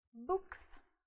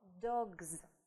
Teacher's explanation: после глухих – глухо «с», после звонкой – звонко «з»